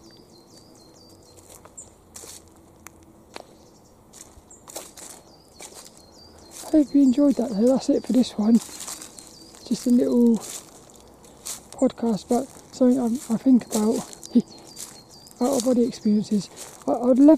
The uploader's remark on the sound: That's what I ask on this lil walk and talk around Plymbridge Woods.